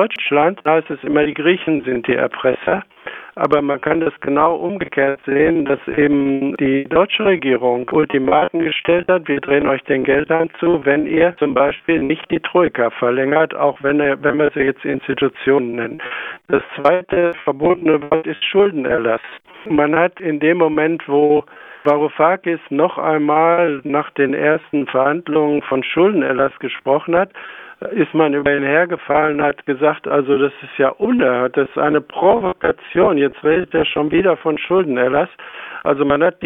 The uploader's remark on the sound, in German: Audioqualität der Telefonleitung leider mittelgut!